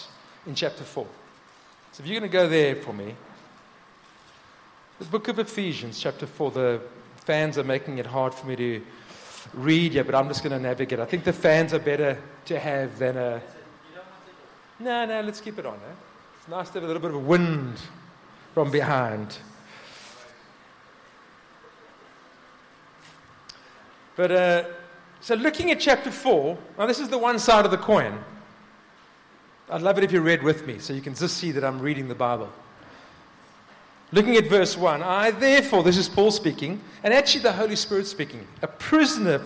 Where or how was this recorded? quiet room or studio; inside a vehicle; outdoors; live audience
live audience